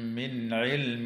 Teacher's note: وتخفى النون الساكنة عند الدال مع الغنة مرققة في كلمة عندكم، وتظهر النون الساكنة عند العين في قوله تعالى من علم